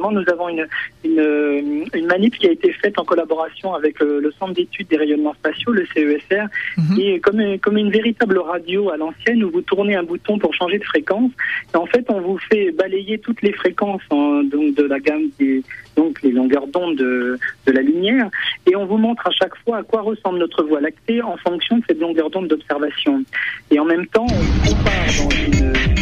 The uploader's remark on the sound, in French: Directeur des programmes à la Cité de l'espace de Toulouse (par téléphone).